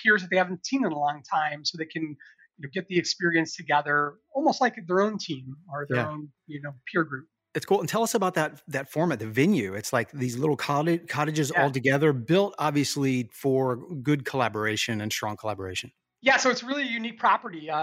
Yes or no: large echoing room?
no